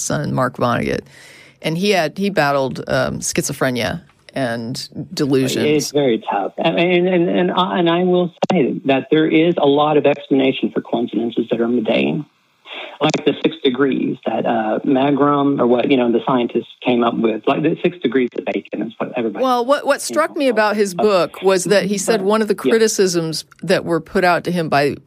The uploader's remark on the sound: The Atheist Experience is a weekly Internet television show based in Austin, Texas geared toward a non-atheist audience. Every week we field live calls from atheists and believers alike.